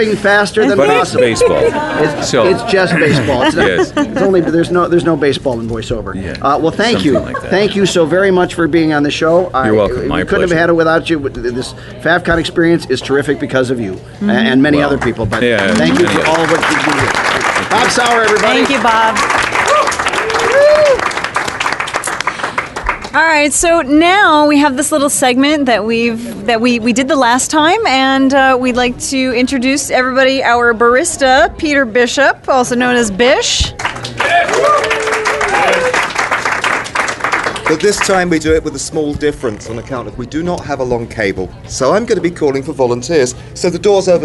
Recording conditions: live audience